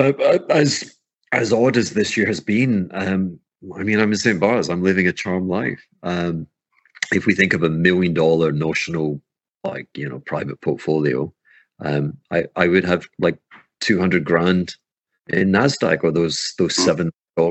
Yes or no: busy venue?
no